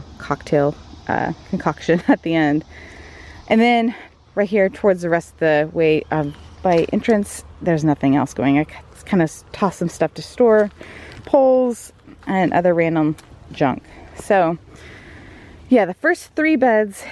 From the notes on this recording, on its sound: This is the first in a series of solo episodes for late fall/early winter. I recorded an audio tour of the the edible garden! There’s a chorus of crows to add some ambiance throughout the show!